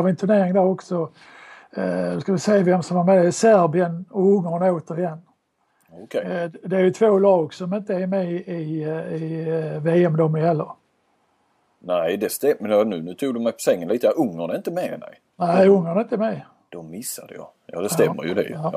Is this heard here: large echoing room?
no